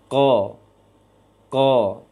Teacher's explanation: Berarti tertahan dulu, baru terucap hurufnya. Di pangkal lisan yang berat ke tenggorokan. Qa, qa. Mustaqim misalnya. · Term: qaf